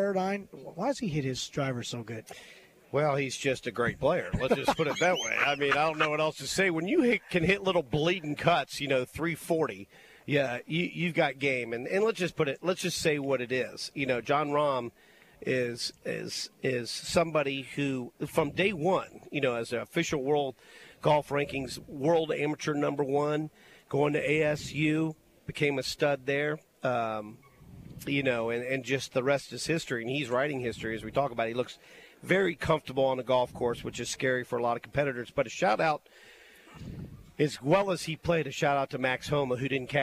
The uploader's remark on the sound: David Miller Memorial Golf Tournament LIVE From UMS Wright